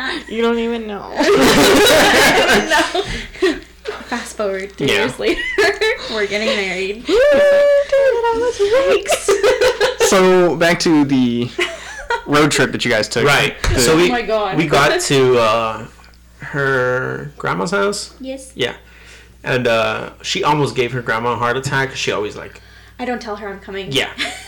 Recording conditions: distortion